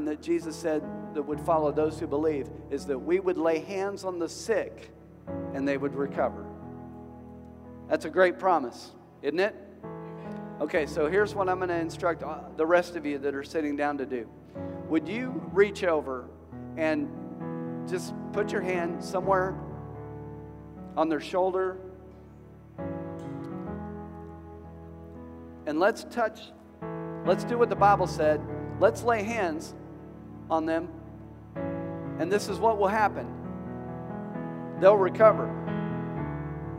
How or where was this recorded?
large echoing room